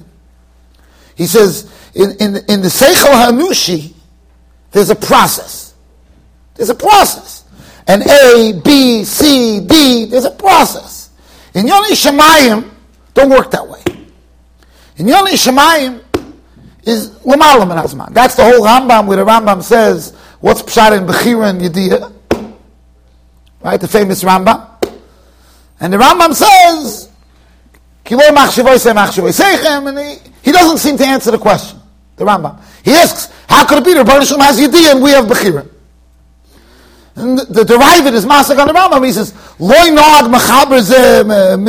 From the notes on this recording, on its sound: Shiur recorded in Yeshivas Ohr Reuven, Monsey NY.